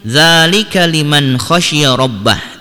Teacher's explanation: Liman di sini juga idhar karena nun mati bertemu dengan salah satu huruf tenggorokan yaitu kho, maka dibaca jelas nunnya tanpa dengung. Khosyia robbah.